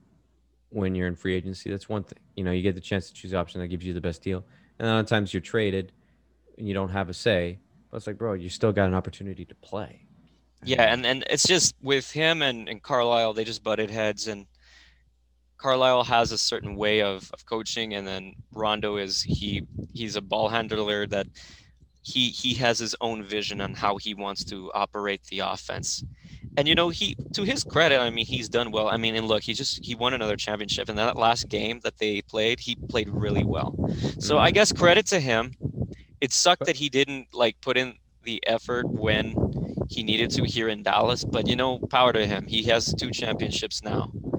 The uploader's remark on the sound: sorry if there is some excess sound, I filmed outside and there was some wind blowing